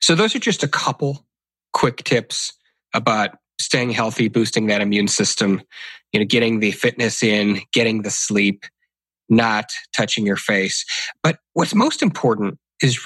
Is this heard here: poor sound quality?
no